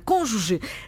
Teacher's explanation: O seu acento tónico recai na antepenúltima sílaba. Cônjuge. Acento circunflexo sobre a vogal O. · Term: palavra esdrúxula